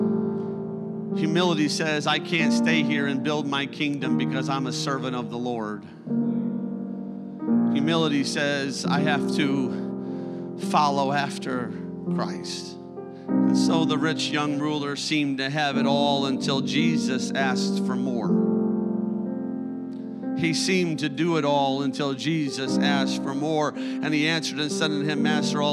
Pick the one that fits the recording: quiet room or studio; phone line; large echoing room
large echoing room